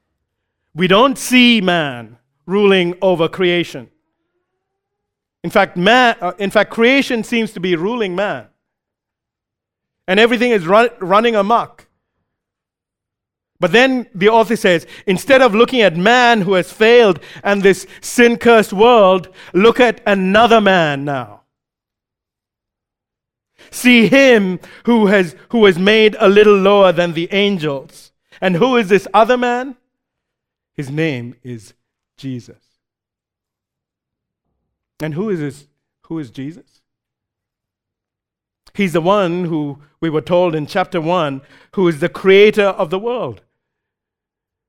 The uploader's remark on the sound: recorded live at Grace Community Bible Church